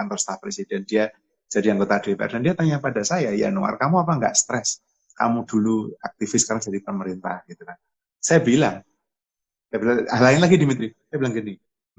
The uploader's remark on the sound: NALAR TALKS Live on Instagram